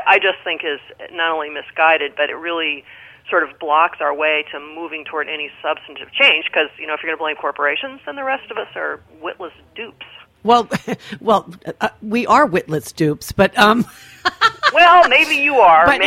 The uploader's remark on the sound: joined via the phone lines